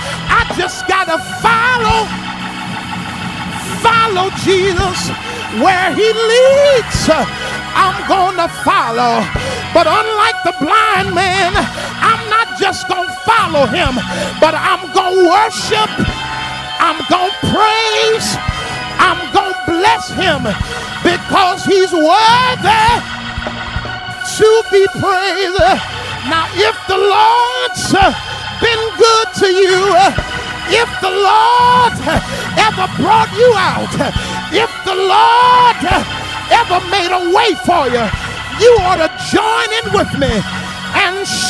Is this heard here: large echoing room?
yes